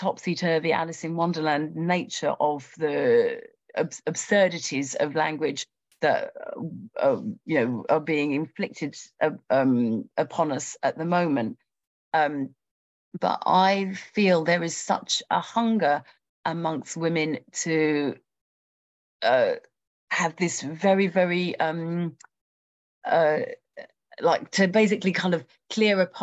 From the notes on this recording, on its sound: A live webinar